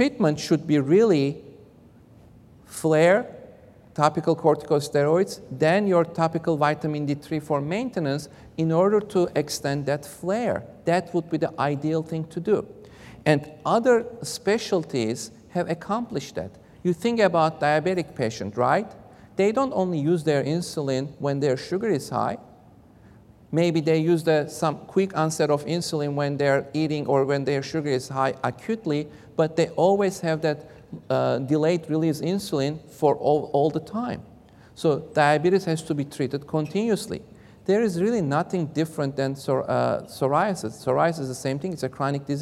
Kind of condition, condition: setting, large echoing room